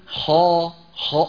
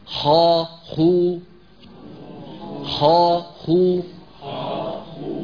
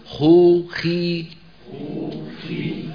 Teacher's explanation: كله مفخم لكن واحد أفخم من الثاني بحسب كمية الهواء التي تملأ الفم · Term: التفخيم النسبي